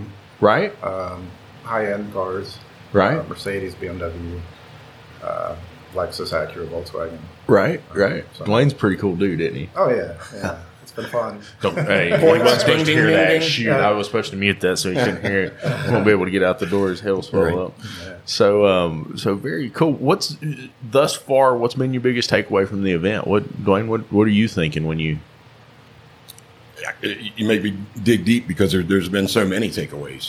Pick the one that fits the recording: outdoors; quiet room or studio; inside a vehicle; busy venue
busy venue